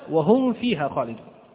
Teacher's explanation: تخرج من طرفي الثنايا العليا، السنتين العليا مع بطن الشفة، أطراف الثنايا العليا مع بطن الشفة، فاشتركت معها في الشفة السفلى، اشتركت الفاء مع الميم في الشفة السفلى، إذن اقتربت من مخرجها.